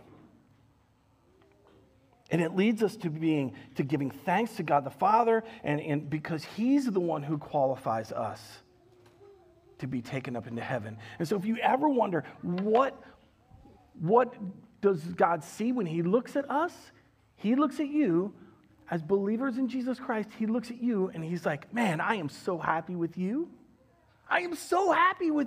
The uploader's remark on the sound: Recorded live at Word of Life Church in Le Sueur, Minnesota on September 12th, 2021